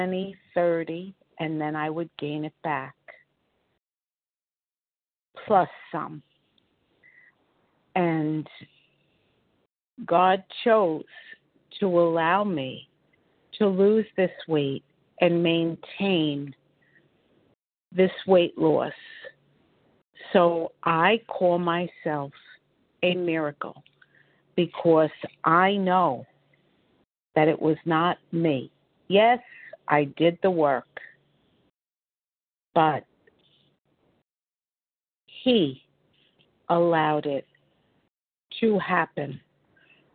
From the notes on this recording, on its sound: 100 Pounders Phone Meeting